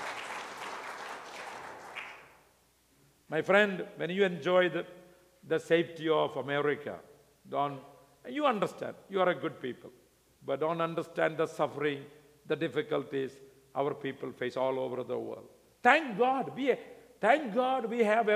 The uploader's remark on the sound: speaking at the Missions Conference